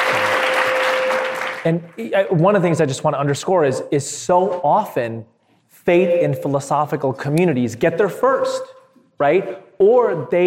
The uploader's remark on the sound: This panel discussion was a part of the opening plenary at the 2022 Interfaith Leadership Summit.